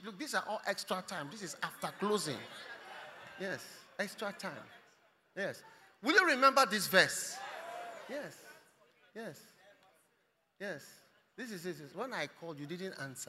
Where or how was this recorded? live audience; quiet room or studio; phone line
live audience